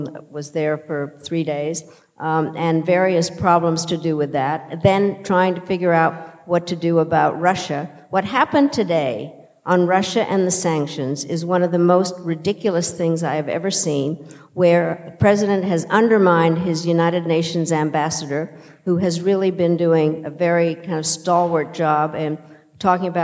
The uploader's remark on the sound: In a conversation on stage at Sixth & I